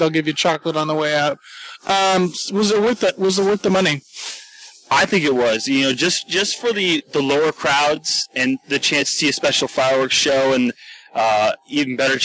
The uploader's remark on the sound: special podcast recorded on-location at Disneyland